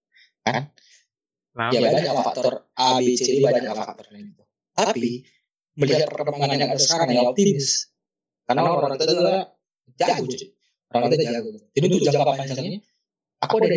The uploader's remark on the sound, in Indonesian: mohon maaf untuk kualitas audio yang cukup buruk